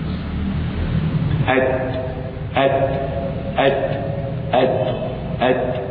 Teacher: فإن التاء مهموسة يجري معها النفس أت أت أت أت أت هذا همس هذا جري نفس أت